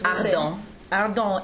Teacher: That E-N-T becomes an A nasal.